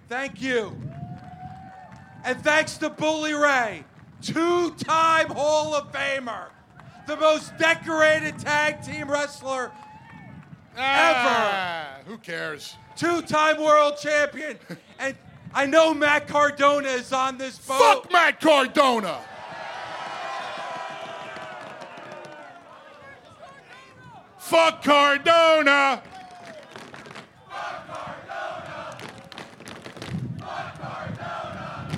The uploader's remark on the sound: LIVE on the Jericho Cruise. Live on the high seas of the Jericho Cruise. Facing 40 mph winds in front of a crowd of over a thousand people. Aboard what was supposed to be a 3-Hour tour.